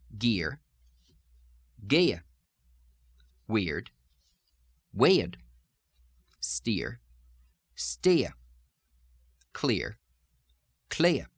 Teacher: Let's look now at a couple of the ah drops that add an extra schwa sound at the end of the vowel in place of the ah. The e sound, ear, which becomes ea in Southern.